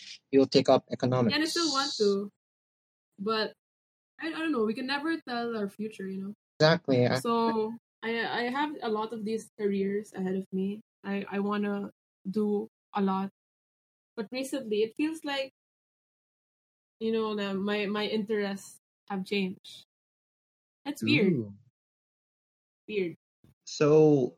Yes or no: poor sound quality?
yes